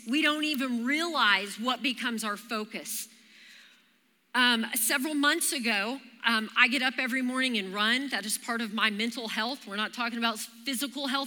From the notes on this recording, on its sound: Recorded live during our Wednesday night service